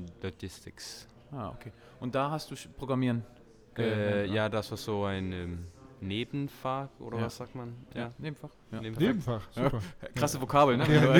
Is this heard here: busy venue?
yes